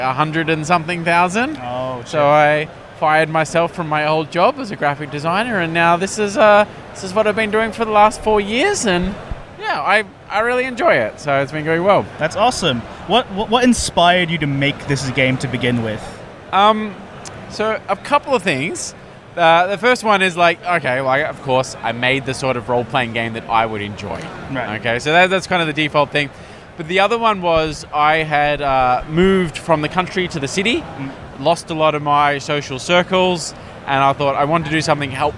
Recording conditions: busy venue